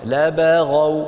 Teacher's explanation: الرزق لعباده لبغوا في الأرض، كمان لبغوا لبا الباء مرققة والغين مفخمة لبغوا، ولا نقول لحظة يا ابني ولا نقول لبغوا لبغ، الباء دائما قلنا مرققة.